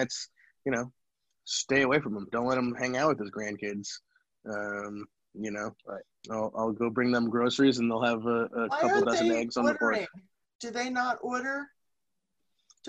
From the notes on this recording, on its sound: We are working from home this week. Decided to practice “social distancing” by trying out the Zoom app and continue recording shows for our listeners.